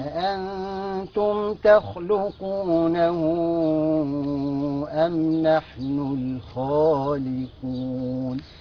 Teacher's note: مد صلة كبرى، تمد أربع أو خمس حركات